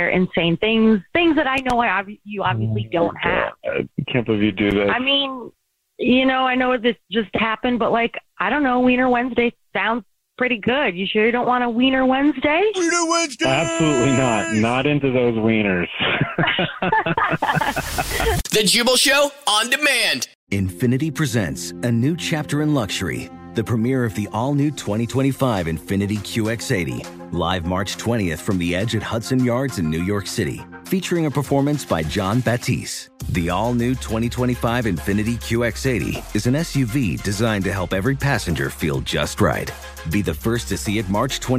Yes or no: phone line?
yes